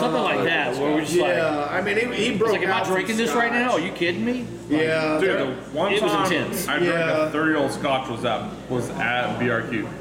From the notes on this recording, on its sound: Bourbon Conversations At Gov't Taco.